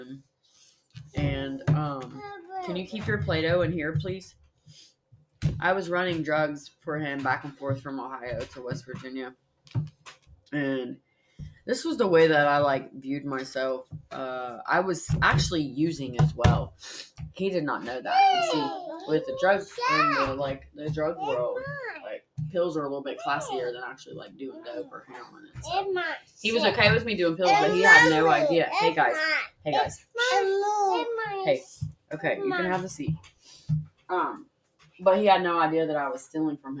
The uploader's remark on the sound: This one was recorded at her home with her two precious little girls. It's a little loud and there's a lot of sweet little voices and lots of things happening in the background.